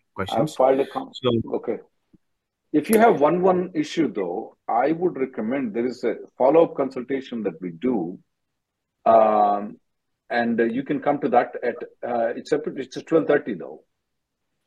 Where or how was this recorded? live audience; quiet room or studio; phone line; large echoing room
phone line